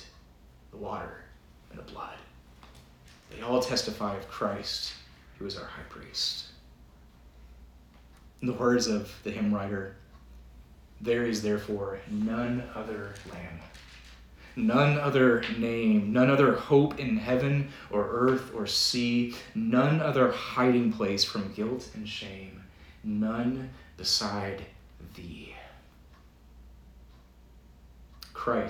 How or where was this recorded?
large echoing room